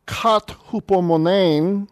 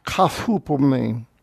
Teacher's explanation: the tau is changed to theta because of the rough breathing · Shown in: second take